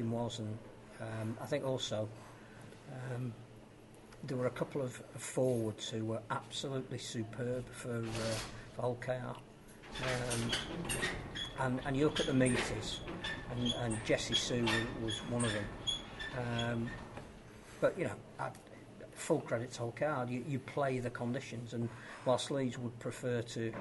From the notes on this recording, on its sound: We were live at Headingley